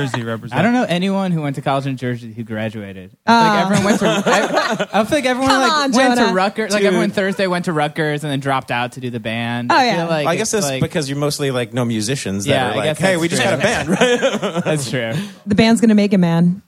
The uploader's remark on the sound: Recorded live at Union Hall, Brooklyn. 2 live performances!